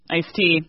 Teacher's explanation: a simplification of the consonants in the middle between these two words.